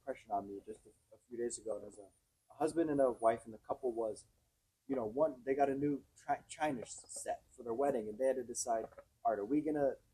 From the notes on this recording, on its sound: Recorded at Seabreeze Church